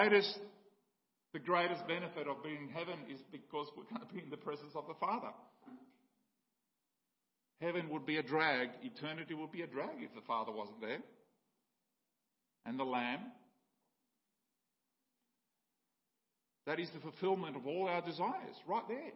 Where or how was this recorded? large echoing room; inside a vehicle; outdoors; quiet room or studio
large echoing room